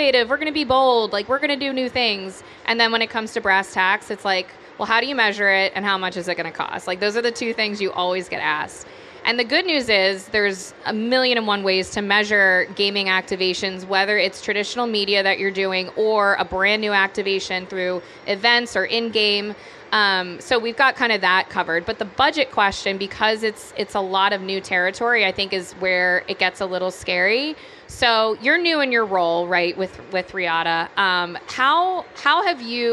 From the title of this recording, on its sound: Live from SXSW 2023